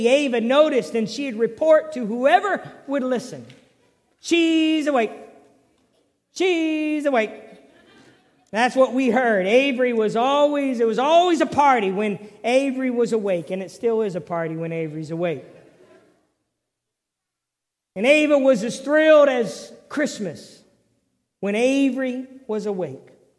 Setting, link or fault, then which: setting, large echoing room